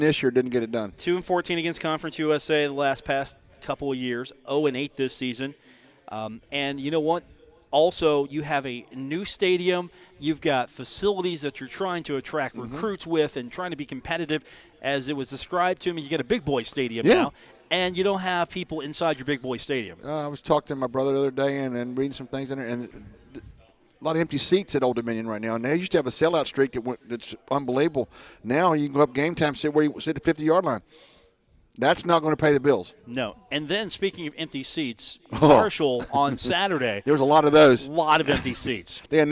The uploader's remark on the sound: broadcast from the Union Pub & Grill at 1125 4th Ave in Huntington for today’s broadcast